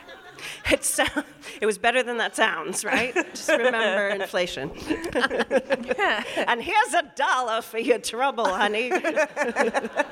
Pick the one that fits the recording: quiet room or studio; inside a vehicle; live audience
live audience